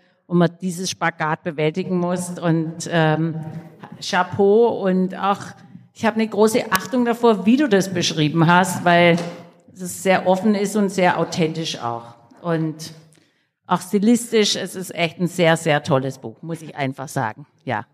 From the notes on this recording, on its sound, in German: unserem Live-Podcast, diesmal im Rahmen des „Memento Mori Festivals" in Wien.